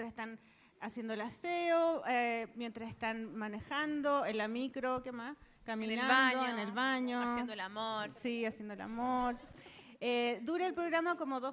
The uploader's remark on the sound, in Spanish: Nuevamente con público. Los tres invitados del V Encuentro de Ilustración y Cómic de La Reina este 2017. Al final respondieron algunas preguntas de los asistentes.